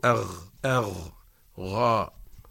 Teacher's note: حرف الغين فمخرجه هو ملتقى جذر اللسان والحنك اللحمي، فنقول أغ أغ غاء.